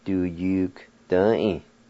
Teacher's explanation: when you say it a little bit faster, that G sound almost becomes a K sound